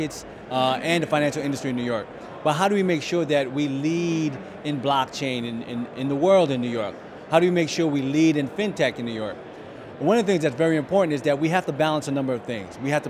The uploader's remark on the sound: Behind the Scenes at Fluidity 2019. New York City's famed "Blockchain Week" kicked off with Fluidity Summit 2019. I had a chance to interview some of the builders, experts, investors and regulators at the conference.